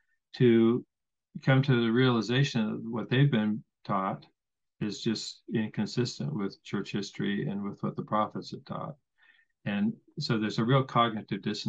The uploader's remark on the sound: I want to thank him for helping salvage this interview with the added b-roll. I had major issues with zoom and it all ended working out in the end!